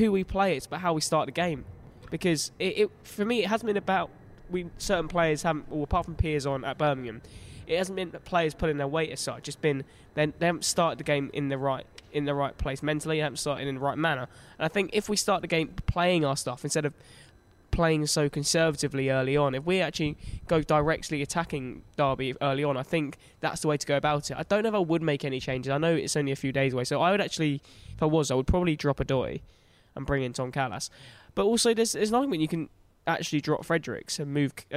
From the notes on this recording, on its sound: Went to Craven Cottage to record a Play-Off special. Took to the Johnny Haynes stand.